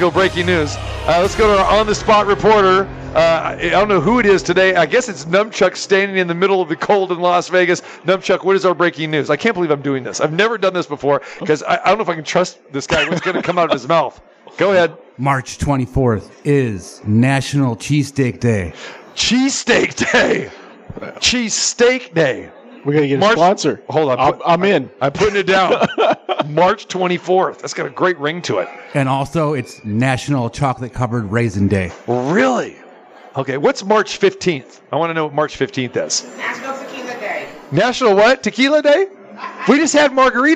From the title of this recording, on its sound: Live from the Superbook at Westgate Las Vegas